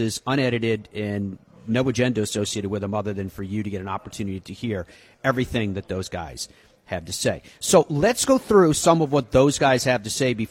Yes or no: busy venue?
yes